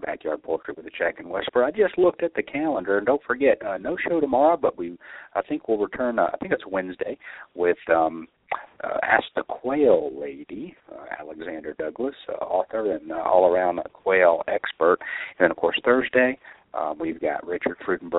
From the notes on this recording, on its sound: taking questions from live callers